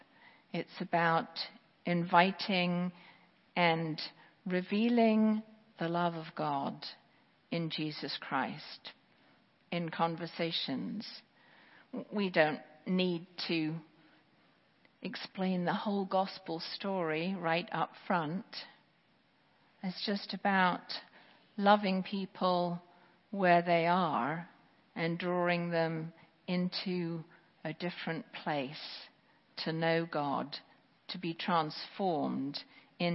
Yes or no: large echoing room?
yes